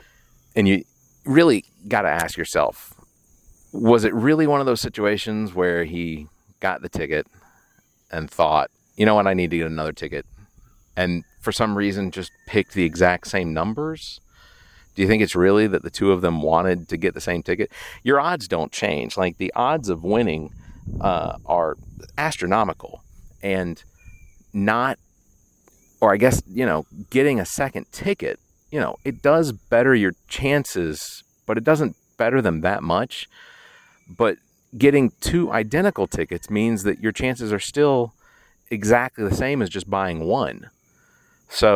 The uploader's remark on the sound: Sounds Studio, but instead recorded live from the middle of Gibson Pond in Lexington South Carolina.